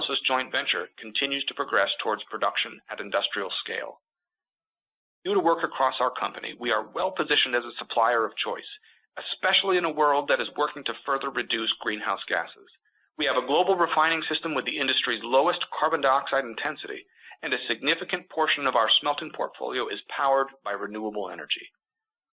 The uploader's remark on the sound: This week’s episode features highlights from Alcoa’s Q4 2022 conference call.